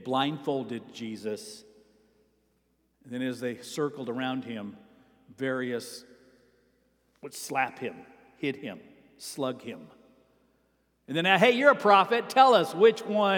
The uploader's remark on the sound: Sermon preached at Avondale Baptist Church